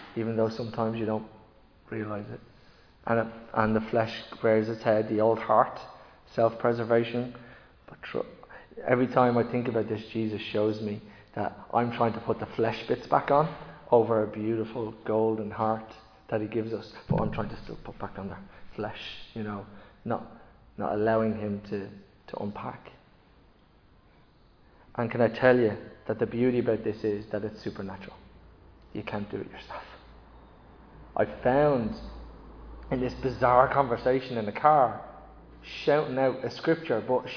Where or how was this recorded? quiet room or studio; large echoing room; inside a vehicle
large echoing room